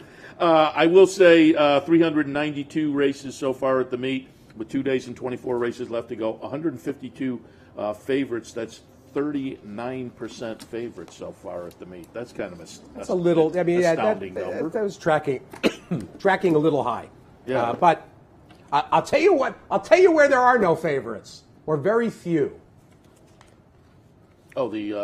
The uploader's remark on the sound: live From Saratoga Race Course